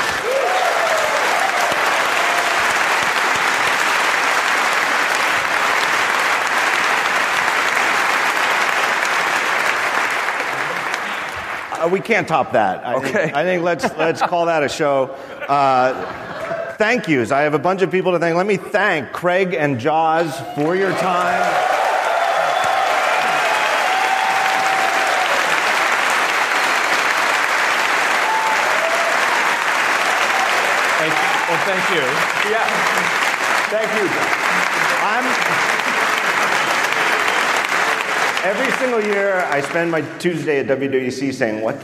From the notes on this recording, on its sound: Recorded in front of a live audience at The California Theater in San Jose.